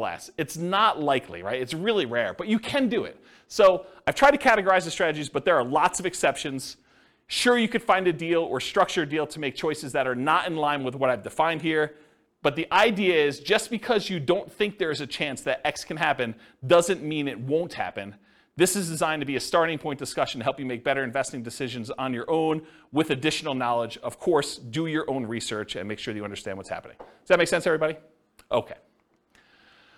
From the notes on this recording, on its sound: Thornton, Colorado. This was a live class recorded. The live in-person version.